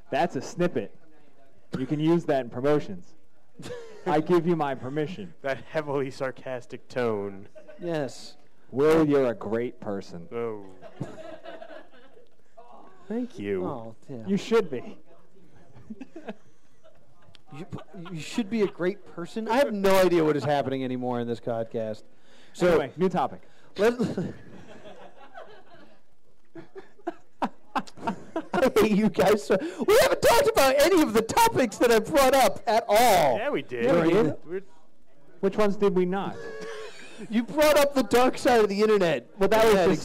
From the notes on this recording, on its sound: This episode of The +2 Comedy podcast was taped at Jester's Playhouse.